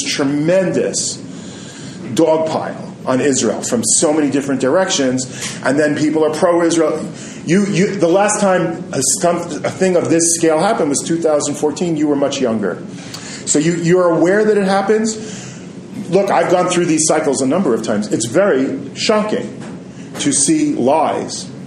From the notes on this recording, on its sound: Recorded his class at Midreshet HaRova. Recorded live in a classroom, the sound quality may not be quite the same as usual. Repeated questions from students, so if you have trouble hearing them it will be made clear.